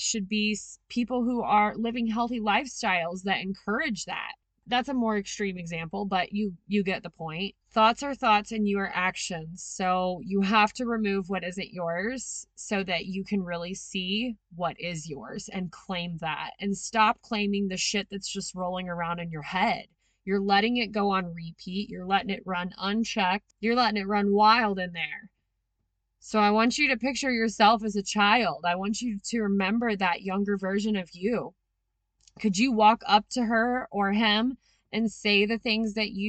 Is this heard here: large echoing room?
no